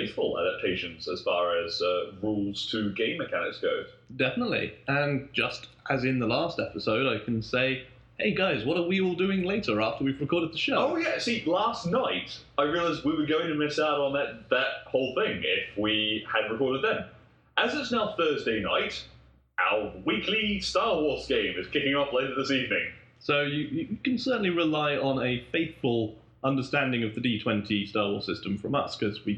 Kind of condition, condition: fault, poor sound quality